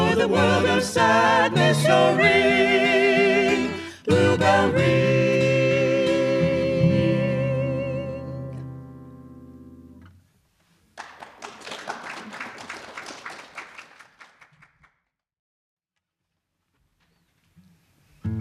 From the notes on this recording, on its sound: During a Sunday Service recorded at Ananda Village.